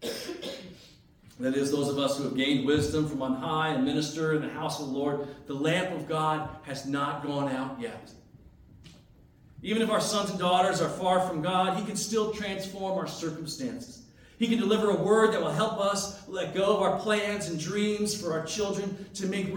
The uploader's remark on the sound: as delivered on Sunday, January 14, 2023 at North Branch Reformed Church